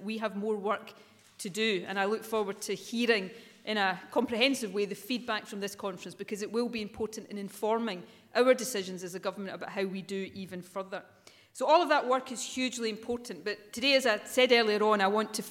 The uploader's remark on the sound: First Minister speech at the Scottish Women’s Aid conference, Edinburgh.